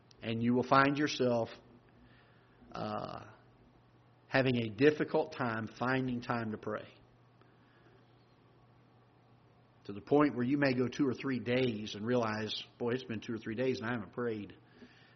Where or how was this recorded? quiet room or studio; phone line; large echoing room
large echoing room